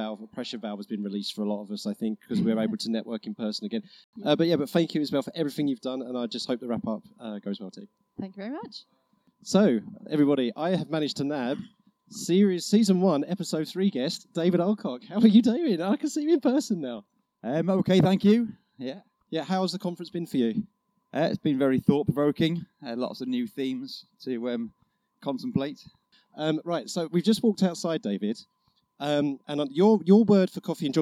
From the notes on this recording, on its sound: A special episode recorded on-location during the three-day Geographical Association National Conference at the University of Surrey, Guildford, UK. Takes their portable recording equipment and speaks to numerous conference delegates, speakers and exhibitors while all consuming numerous cups of tea and coffee.